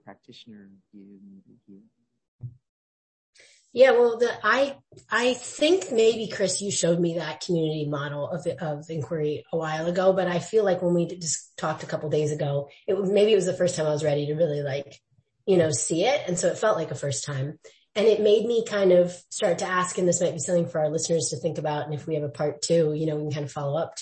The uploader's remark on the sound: my microphone was on low… it’s not your hearing.